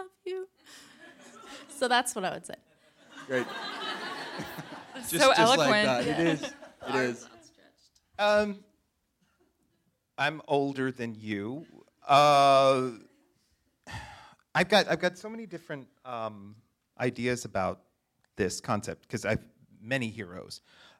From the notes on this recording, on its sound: Recorded live at Wythe Hotel. As part of The Great Discontent Live event series.